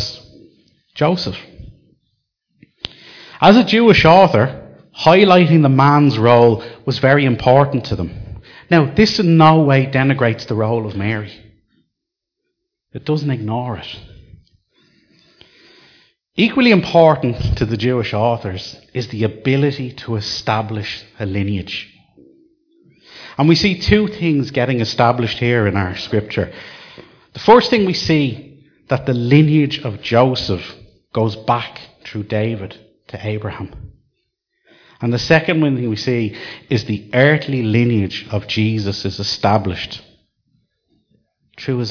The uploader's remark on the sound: Recorded live at Liberty Church on 22 December 2019